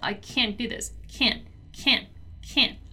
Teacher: so it's more in your nose than anything else